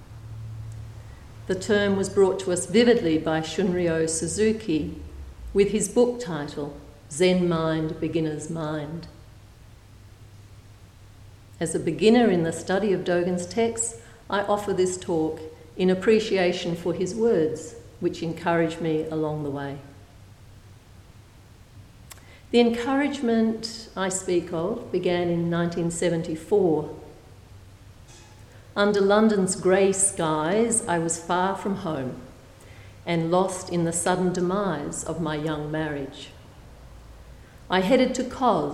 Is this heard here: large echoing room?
yes